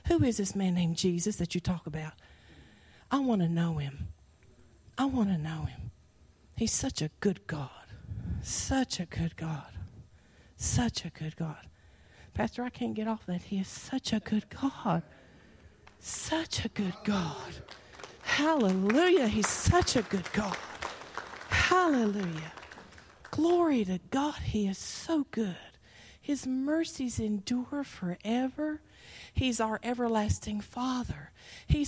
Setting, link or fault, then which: setting, live audience